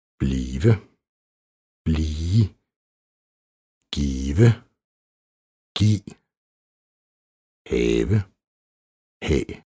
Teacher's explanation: I talesproget undlader man ofte at udtale V i nogle af de mest almindelige verber. · Term: Stumt V